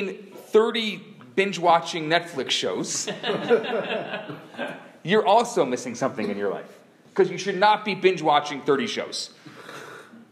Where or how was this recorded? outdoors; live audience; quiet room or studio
live audience